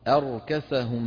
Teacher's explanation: نرقق الهمزة ونفخم مين؟ الراء